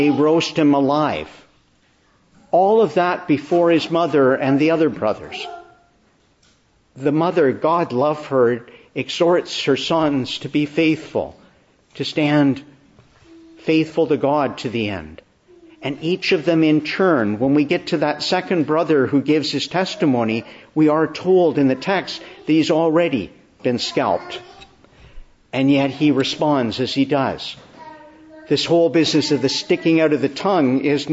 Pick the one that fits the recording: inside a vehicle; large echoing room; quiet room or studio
large echoing room